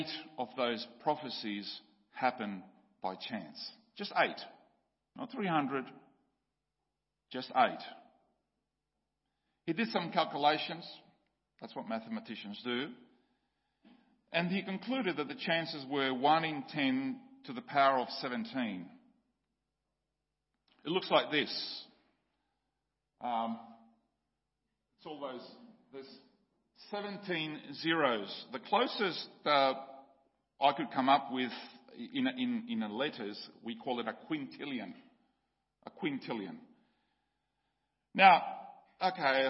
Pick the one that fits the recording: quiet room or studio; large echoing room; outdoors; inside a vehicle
large echoing room